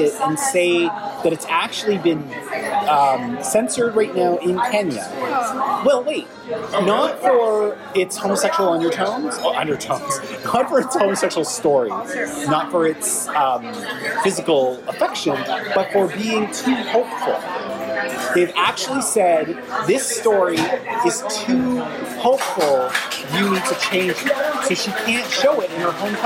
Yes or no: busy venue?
yes